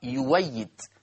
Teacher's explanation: يعني يؤيد لما أبدلت قرأت يويد، فأبدلت الهمزة المفتوحة بواو مفتوحة · Term: إبدال